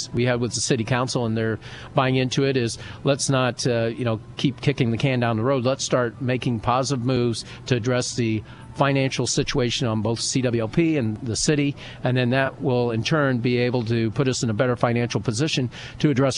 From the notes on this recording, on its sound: Live from the Abraham Lincoln Presidential Museum.